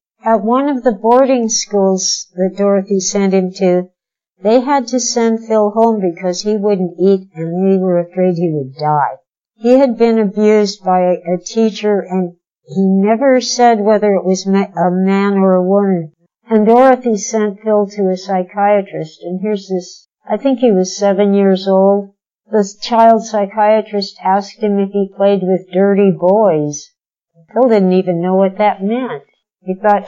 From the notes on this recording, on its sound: Last year's PKD Festival in Fort Morgan, Colorado. This type of on-the-spot interview was new to us, as was our equipment, so you may have to bear with us through some technical difficulties.